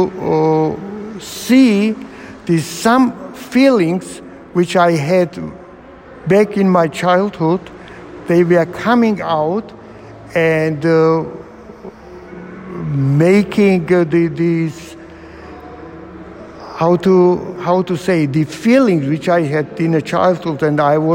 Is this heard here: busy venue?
yes